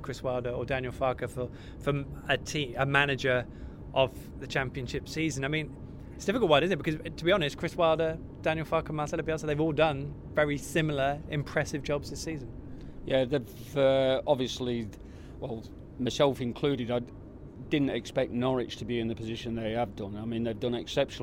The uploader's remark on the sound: LIVE from The Railway Tavern in Dereham. All Canaries supporters are welcome every week to pop along to the pub and have their say live on the show.